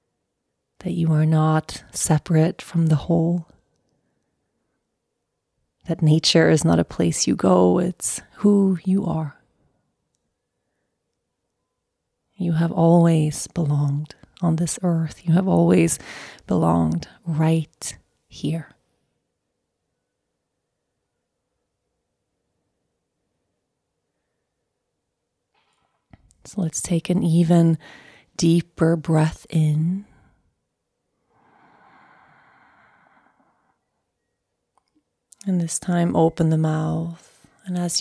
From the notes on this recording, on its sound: let’s take our meditation practice outside today to breathe in some fresh air